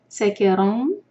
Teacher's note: وَمِن ثَمَرَاتِ اِخْفَاء اور اس کے بعد را دو حرکہ مد تبعی اور ہیوی پڑھیں گے را کو، ثَمَرَاتِ النَّقِيلِ نون مشدد، مِنْهُ سَكِرَوْن مِنْهُ نون کلیر پڑھیں گے اظہار، سَكِرَوْن را ہیوی اور اس کے بعد ادغام غنہ کے ساتھ